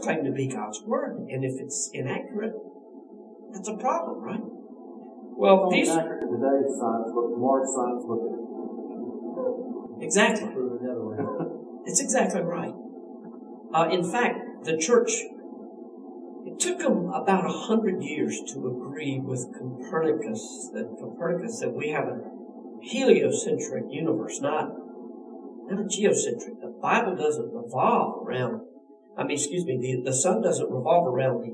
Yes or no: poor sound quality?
yes